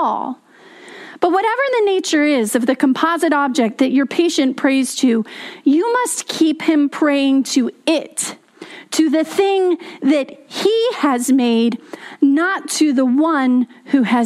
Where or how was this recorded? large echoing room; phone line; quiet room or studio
large echoing room